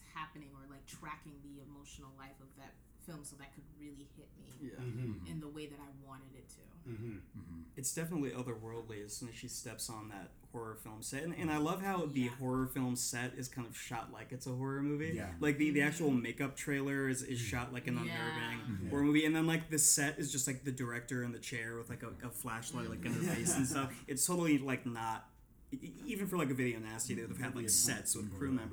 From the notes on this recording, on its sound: due to technical difficulties, this episode was recorded with just one mic.